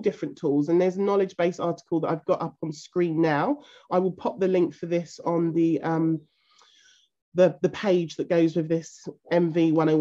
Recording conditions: video call